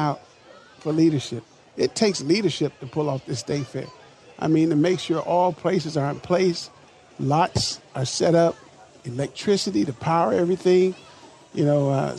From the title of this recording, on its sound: LIVE from the MN State Fair